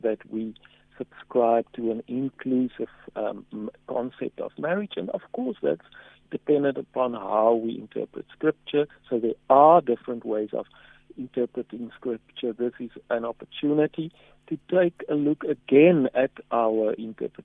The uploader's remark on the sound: Guest on the phone